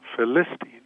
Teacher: the Bible expert wanted the accent on the second syllable